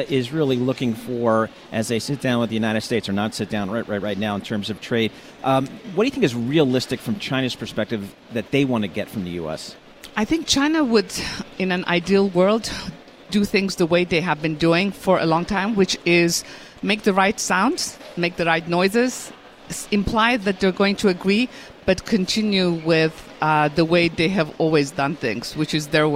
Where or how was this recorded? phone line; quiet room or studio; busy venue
busy venue